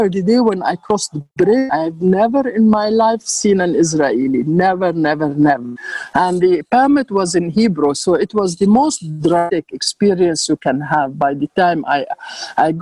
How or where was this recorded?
video call